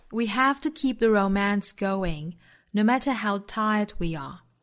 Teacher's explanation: we 和 are 两个词在句尾是不缩约不弱读的，所以在这里呢连读成 we are。